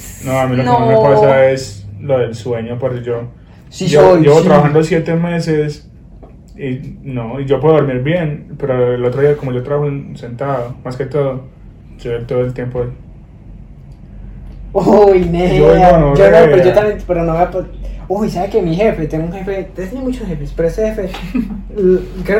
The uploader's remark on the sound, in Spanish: Como siempre, perdón por la calidad del audio.